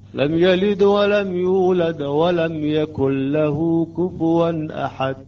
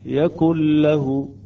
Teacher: اللام مشددة بدون أثر إلى النون · Shown in: first take